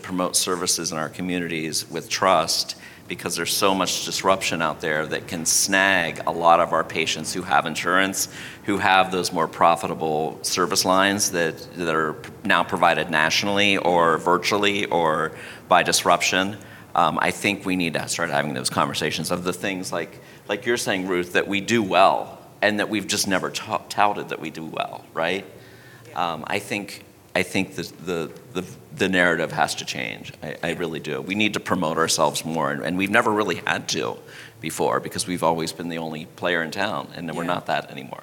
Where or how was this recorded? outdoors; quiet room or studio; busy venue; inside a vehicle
busy venue